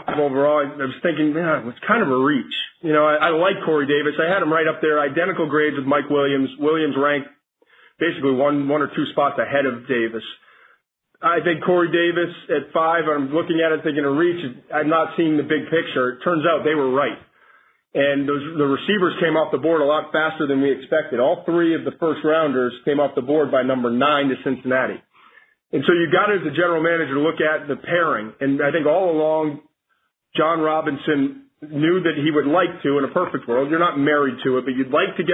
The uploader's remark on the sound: NFL Draft Conference Call